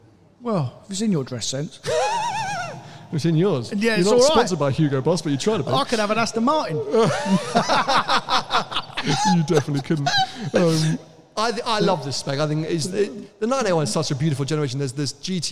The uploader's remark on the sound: Audience Q&A